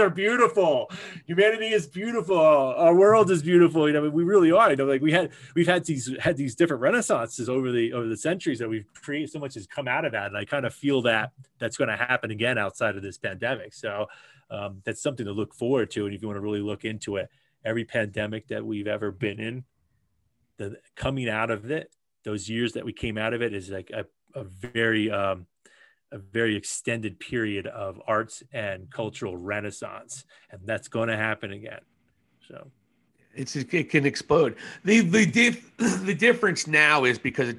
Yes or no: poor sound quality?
no